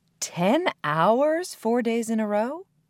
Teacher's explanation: When a speaker is not sure that he or she has correctly understood something, the speaker will repeat what he or she has just heard and stress the word or words that are confusing. She or he will use a rising intonation as a way of asking for clarification. · the interviewer stressed the words 10 hours to indicate that she wasn't sure she understood that information and needed clarification · Term: strong stress